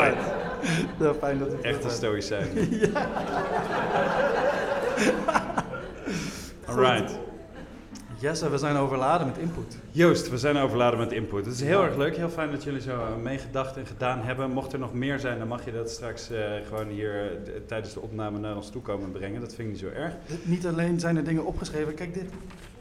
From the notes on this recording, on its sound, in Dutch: Stoicon-X Gent. Live vanuit het Geuzenhuis. Om op het festival Stoicon-X te Gent een live podcastopname te houden.